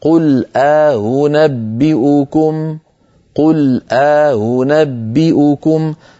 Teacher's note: قالون رواها لنا بين الهمزتين ألف، بدل ما يقول أأو يقول آ، وبدل أن يقول أو يقول هو. همزة مسهلة، يعني همزة ليست شديدة بين الهمزة والواو